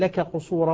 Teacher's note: أدغمنا الكاف في القاف